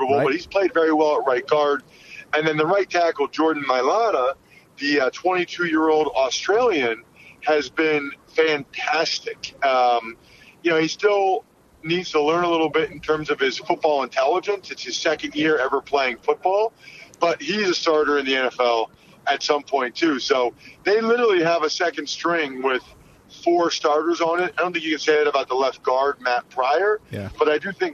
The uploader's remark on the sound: they are also joined via phone